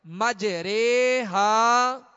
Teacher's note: اس را کو باریک پڑھیں گے، پر نہیں پڑھیں گے، موٹا نہیں پڑھیں گے، بلکہ اس را کو باریک پڑھیں گے، مج رے ہا